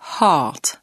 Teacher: Ce son ressemble au français A, mais il est plus long et nécessite une plus grande ouverture de la bouche. Le R est presque muet.